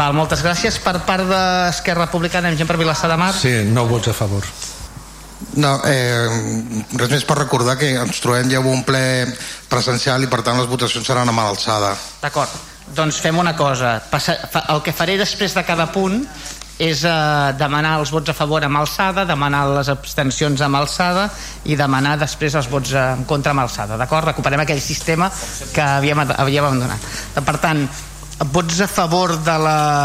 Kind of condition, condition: setting, large echoing room